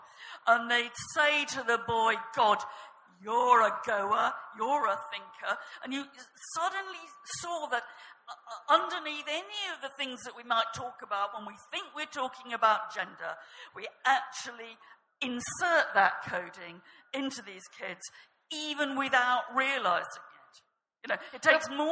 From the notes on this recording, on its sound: This episode is a live session from #ZEEJLF2019.